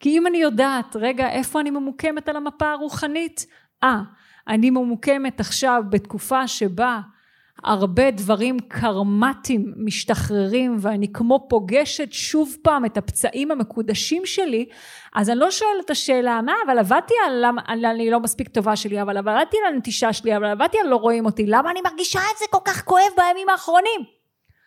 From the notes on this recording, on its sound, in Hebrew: זה פרק סינגל פרקטי שהוקלט בלייב